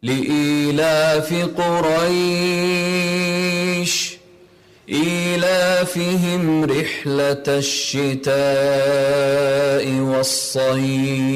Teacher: لاحظ الهواء الذي يخرج مع الشين بلطف